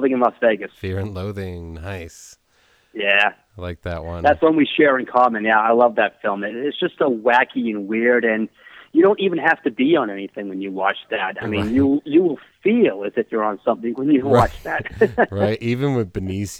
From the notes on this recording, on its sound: We had a phone call chat